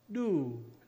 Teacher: Falling tone, do means lice.